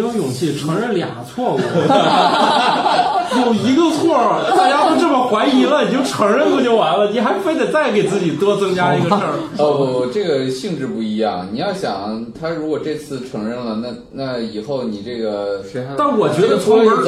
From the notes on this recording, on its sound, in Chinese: 本期节目为在张大妈办公区用录音笔录制，可能有街道上的杂音，请见谅。